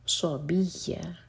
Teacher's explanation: فتح کی تنوین پر رک رہے ہیں تو یہ ہے مد عوض عن التنوین، دوہر کا کھینچ کر رکیں گے